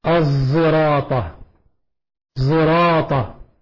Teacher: إشمام الصاد صوت الزاي